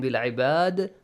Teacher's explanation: ذال has to produce a bouncing sound